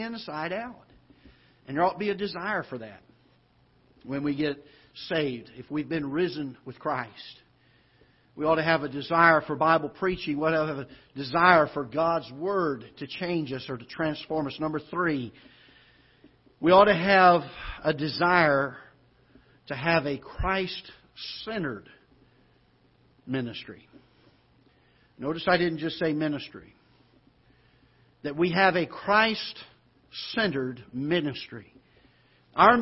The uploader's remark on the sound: Ketha Heights Baptist Church ~ Live Broadcast